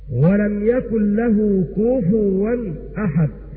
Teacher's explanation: بضم الزاي وضم الفاء وإبدال الهمز واوا تبعا للرسم في قراءة حفص عن عاصم.